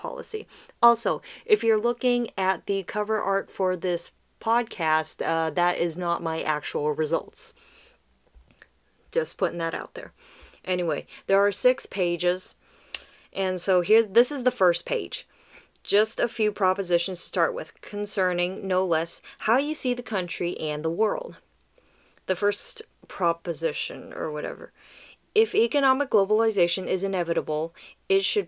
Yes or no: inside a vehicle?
no